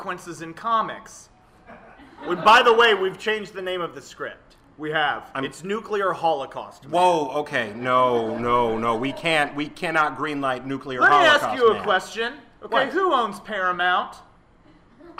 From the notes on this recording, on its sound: Live portions recorded at The Buffalo Room